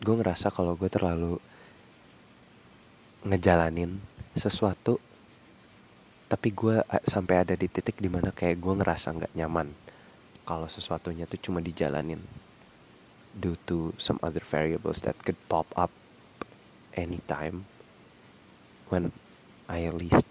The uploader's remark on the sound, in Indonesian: banyak niup mic biasalah podkes rumahan pake earphone